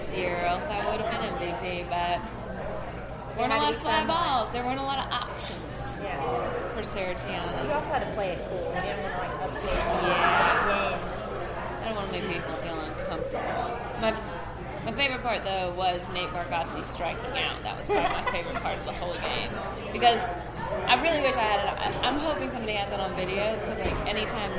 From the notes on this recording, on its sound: open the show live from Big Slick Ten